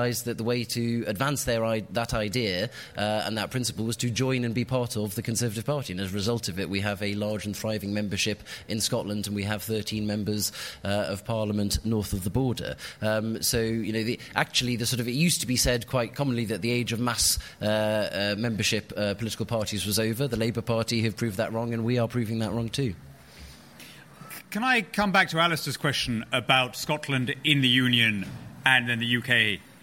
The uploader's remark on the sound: This week is a special episode of Free Exchange, recorded live at the Conservative Party Conference in Manchester.